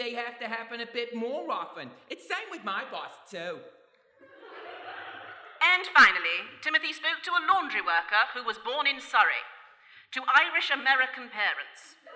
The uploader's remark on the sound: We return to the Wandsworth Arts Fringe with a radio play recorded in front of a live audience (hilarious sound effects included). Presented by Blackshaw Theatre.